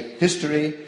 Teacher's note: The rule is, if an H word is stressed on the first syllable, that's a consonant H, it's nice and strong, it's a history.